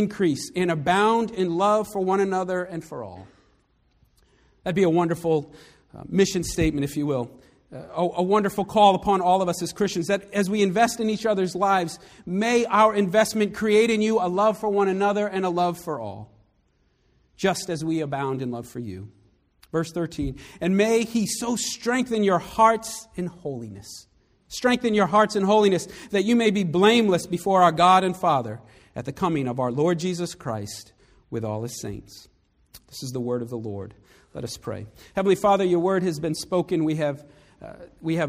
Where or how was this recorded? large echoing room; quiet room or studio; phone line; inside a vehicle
large echoing room